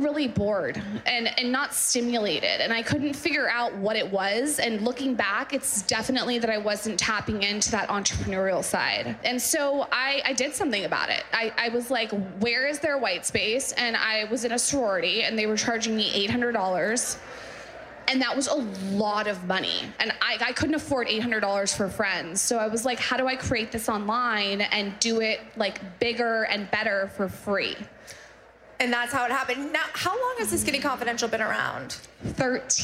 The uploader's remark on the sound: Live From Austin Pop-Up. On this special LIVE episode of WorkParty, we’re in Austin, Texas at our Pop-Up event.